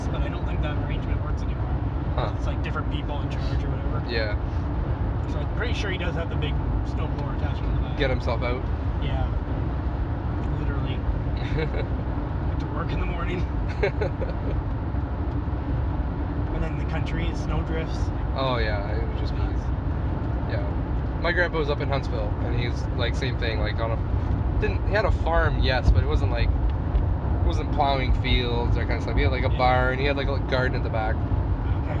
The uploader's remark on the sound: Record our conversation while driving back from the Niagara Video Game Swap.